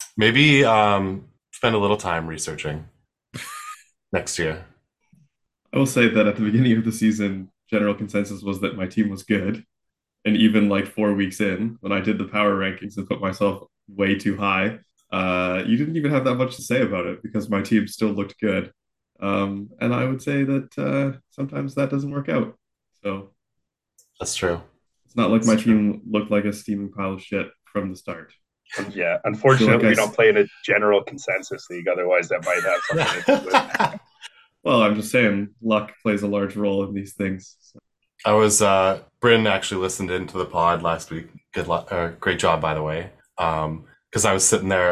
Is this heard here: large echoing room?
no